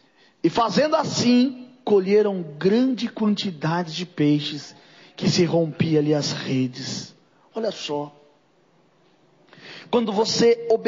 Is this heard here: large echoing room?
yes